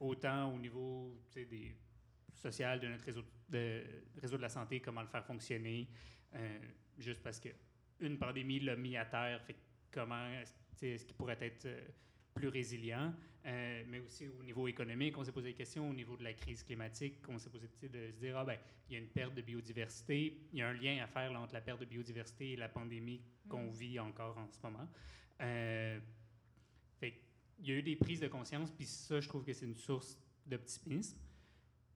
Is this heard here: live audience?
yes